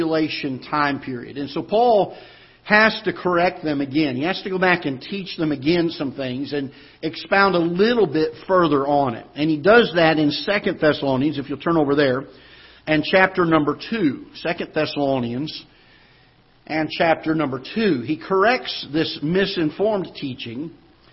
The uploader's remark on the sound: Ketha Heights Baptist Church ~ Live Broadcast